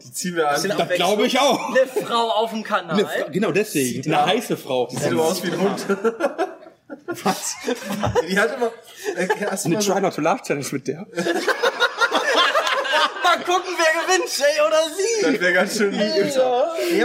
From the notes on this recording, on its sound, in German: Wir waren auf der MAG und die fünf haben die Chance für eine Live-Aufnahme des Podcasts genutzt!